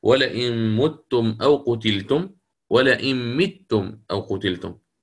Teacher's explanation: مت، يعني هناك من يقرأ: ولئن متم أو قتلتم، ولئن متم أو قتلتم، الإمام أبو عمرو البصري قرأ بضم الميم